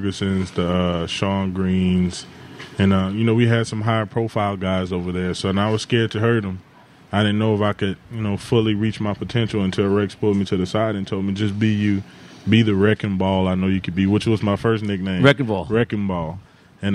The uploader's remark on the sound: live from Giant camp